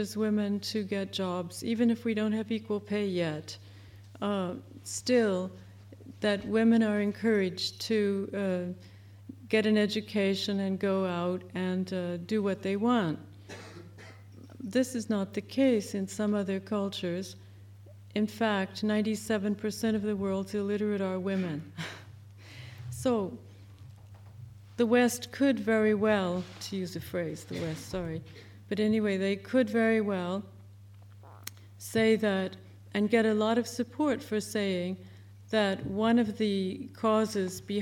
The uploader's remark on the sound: Recorded live at the ICA.